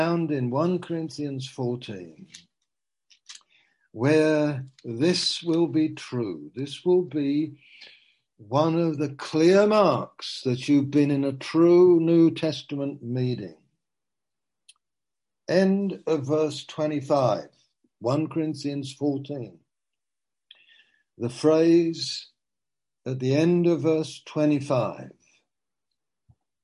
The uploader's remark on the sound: (Zoom) - Teign Valley Sessions - 19:00